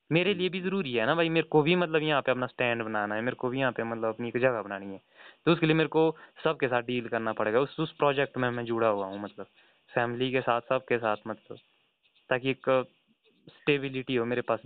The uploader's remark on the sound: A phone talk